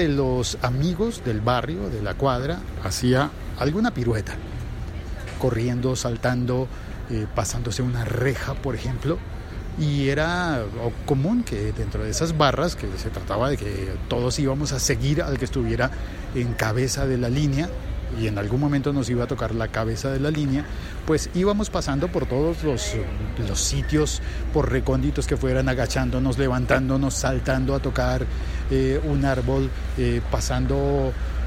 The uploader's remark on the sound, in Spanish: Emitido en directo desde el aeropuerto El Dorado.